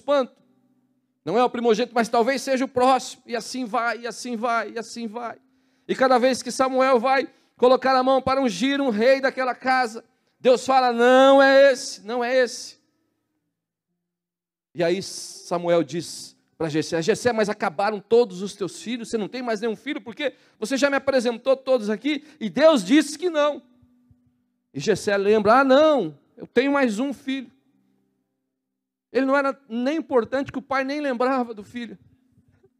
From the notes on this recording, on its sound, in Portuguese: na Igreja ABA Curitiba (Transmitido ao vivo)